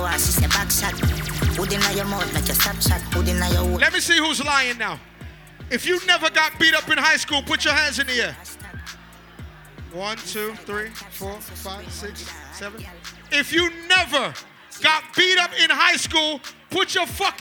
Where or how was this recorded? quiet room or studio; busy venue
busy venue